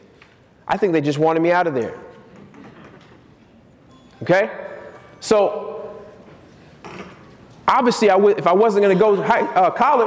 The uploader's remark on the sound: Keynote speech at Wholesaling Summit 2018.